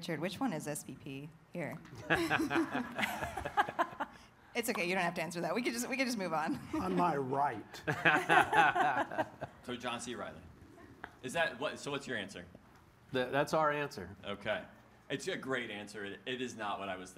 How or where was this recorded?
busy venue